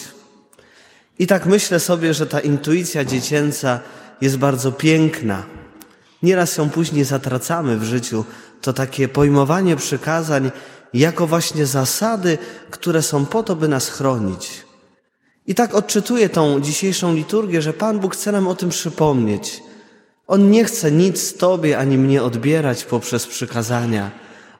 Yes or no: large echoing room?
yes